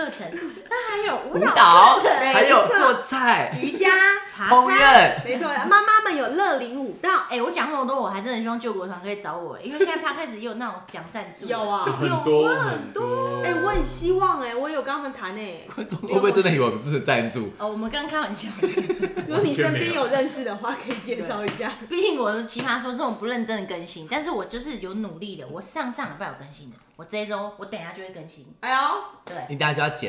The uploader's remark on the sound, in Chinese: 這次可能是我錄製以來最吵又最長的一次吧!請大家耳膜小心。